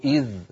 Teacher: فإن وقفنا نقول إذ تعود الذال للظهور لأنها انفصلت صوتيا عن الظاء بعدها